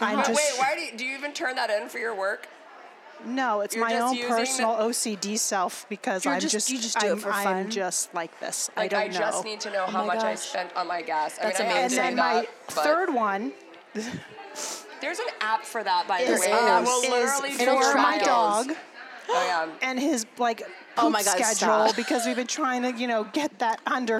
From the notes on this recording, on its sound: Sit down live from YWLS.